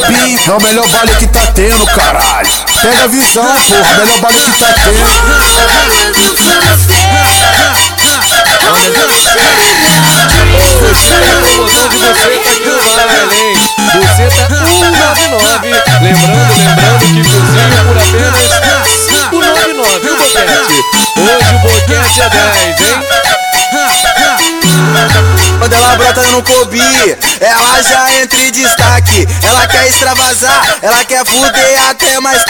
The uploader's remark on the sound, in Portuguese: MEGA AO VIVO NO BAILE DO CDB.